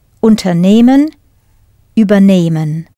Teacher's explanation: As the stress is not on the first syllable, the first part, they do not separate.